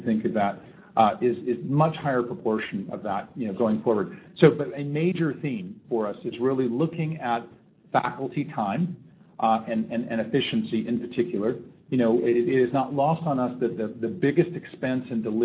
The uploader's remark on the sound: SLATE 2010 Conference Keynote